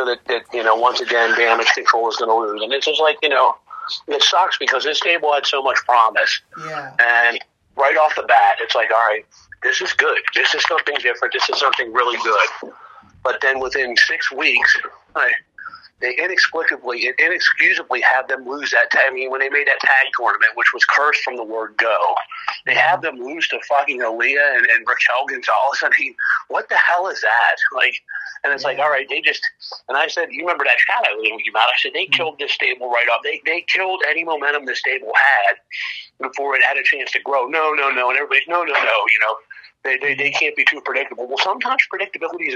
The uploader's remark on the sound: Sorry for the Audio. Call was long distance.